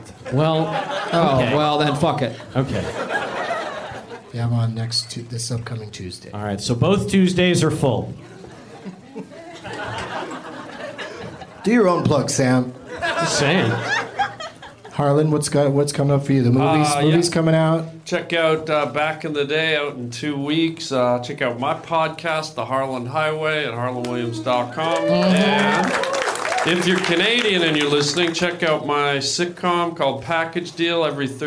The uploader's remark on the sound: Live from the Orlando Improv